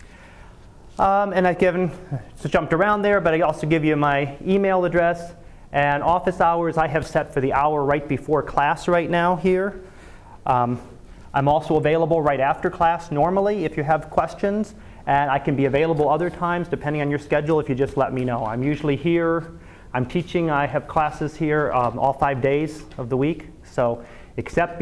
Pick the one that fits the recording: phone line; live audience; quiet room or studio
live audience